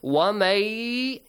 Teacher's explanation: you merge the sound of noon to the ya. And noon is kind of disappeared here. So literally, mim is joined with the ya.